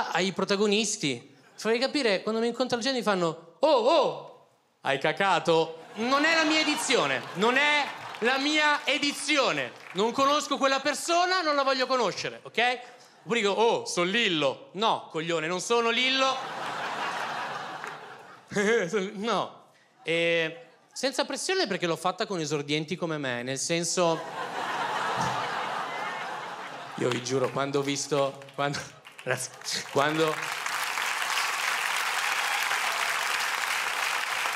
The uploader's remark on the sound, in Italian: Registrato al Teatro Manzoni di Milano